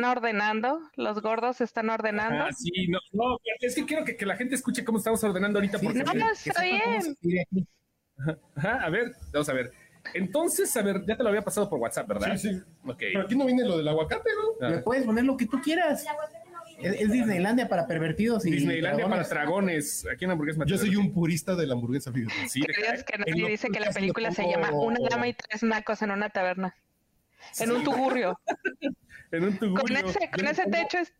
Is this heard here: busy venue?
yes